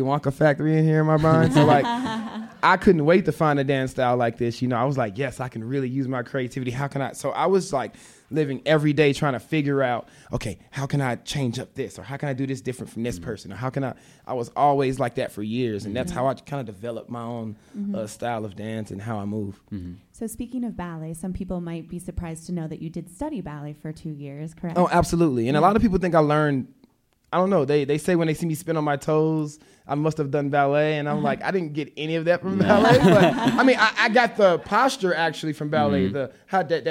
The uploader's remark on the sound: Today we are bringing you a live podcast recording from the Vail Dance Festival. This live podcast was recorded at Manor Vail Lodge.